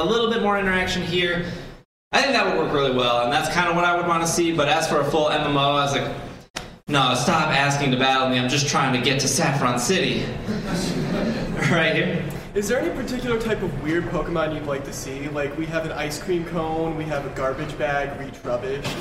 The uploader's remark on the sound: Live at C2E2. This podcast was recorded live.